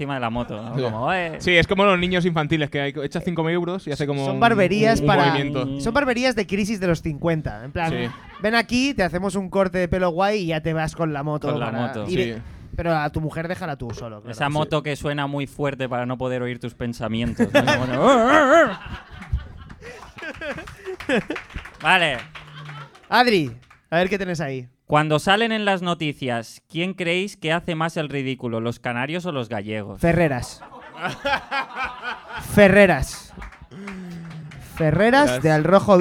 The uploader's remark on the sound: GRG - Live Show! III. Tercer Live Show publicado contra todo pronóstico, porque nunca se nos graban.